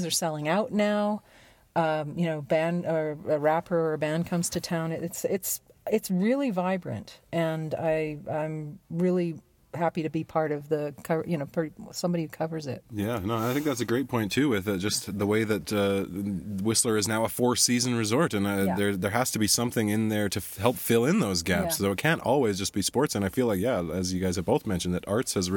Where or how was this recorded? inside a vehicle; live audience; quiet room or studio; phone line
inside a vehicle